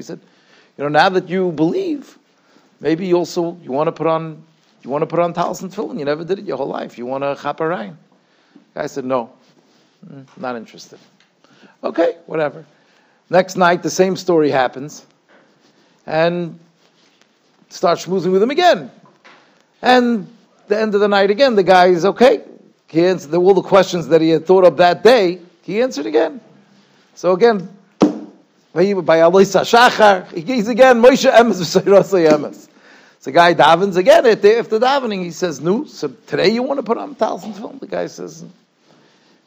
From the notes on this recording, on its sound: Shiur recorded in Yeshivas Ohr Reuven, Monsey, NY.